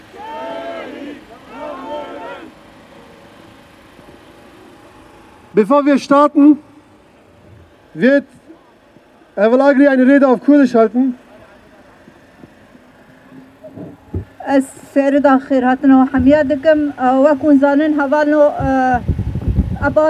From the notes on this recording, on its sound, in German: Demo für Stopp der türkischen Angriffe auf Rojava. Aufnahme der Reden bei der Auftaktkundgebung vor dem Parlament.